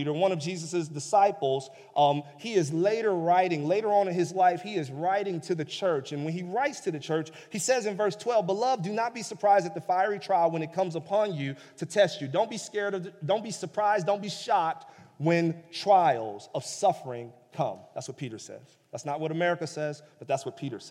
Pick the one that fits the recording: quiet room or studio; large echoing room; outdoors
large echoing room